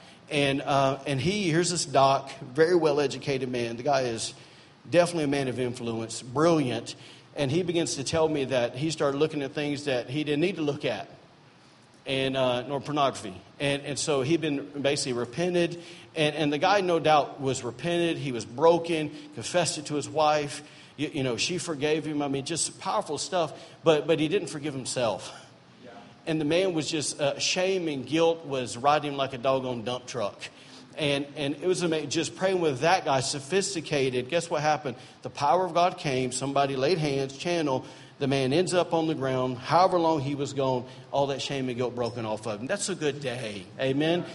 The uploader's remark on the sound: during Sunday morning service at Celebration Life Family Church